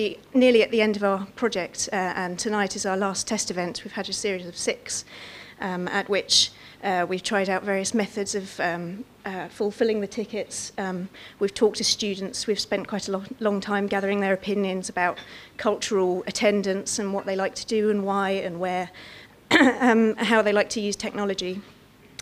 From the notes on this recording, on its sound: Audio from our Digital R&D Fund launch event, Friday 13 July at Sadlers Wells